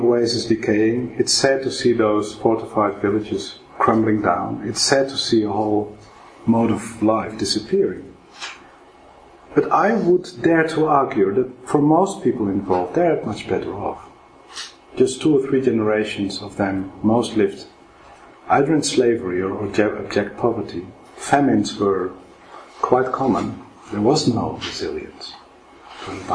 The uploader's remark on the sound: This podcast was recorded on Wednesday 7 March 2012 at the Oxford Department of International Development, University of Oxford.